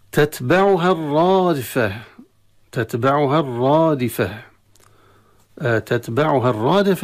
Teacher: الرادفة مشددة الراء نتيجة إدغام اللام فيها، وهي مفخمة على الألف